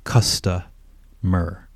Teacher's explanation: the T is again more of a neutral sound, custa, not custo